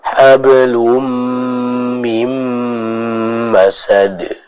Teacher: Gunnahnya sama-sama dibaca dengan kadar dua harokat ya